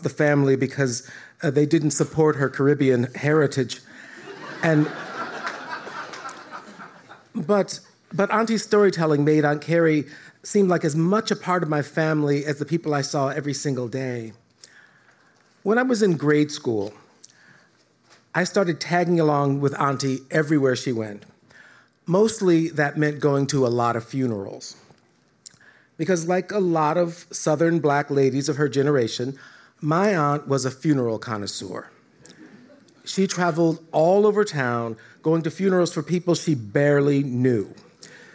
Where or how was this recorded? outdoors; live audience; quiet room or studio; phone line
live audience